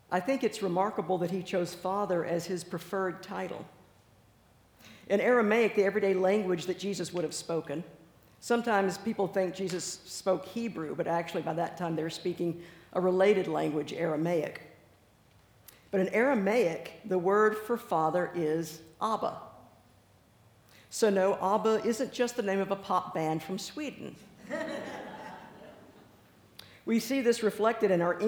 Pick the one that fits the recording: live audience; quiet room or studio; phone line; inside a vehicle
live audience